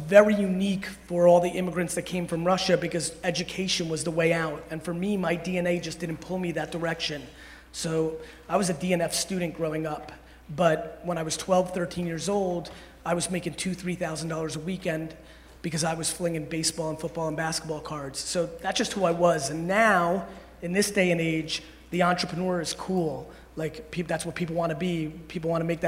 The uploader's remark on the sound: Speech to Alabama Football Team. Keynote.